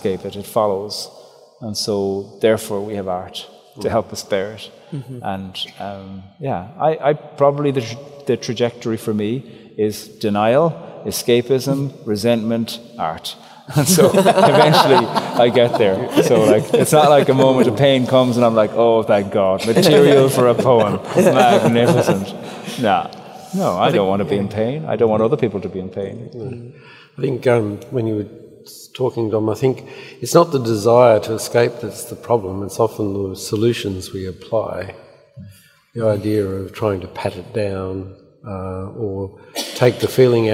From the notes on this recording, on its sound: Live at the cathedral. In St John's Cathedral for a live recording of this conversation.